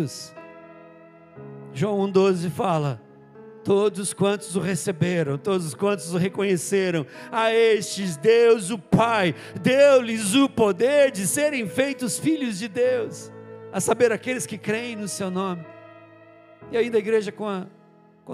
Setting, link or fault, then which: setting, large echoing room